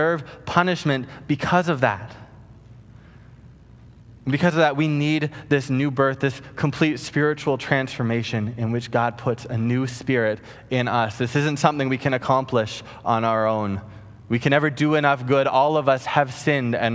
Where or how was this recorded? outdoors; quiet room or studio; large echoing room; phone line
large echoing room